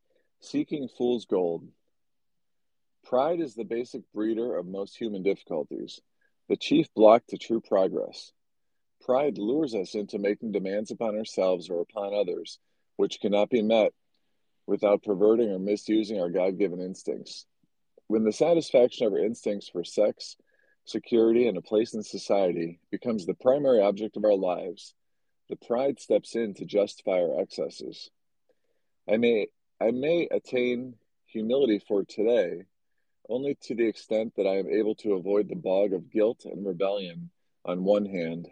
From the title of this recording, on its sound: Twitter Space